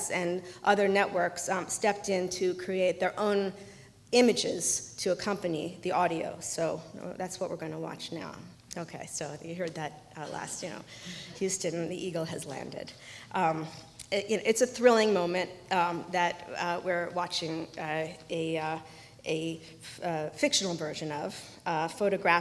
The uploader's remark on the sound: Hosted by Media Space at the Science Museum and organised in collaboration with the University of Westminster, this recording of the Fiction and Photography Symposium.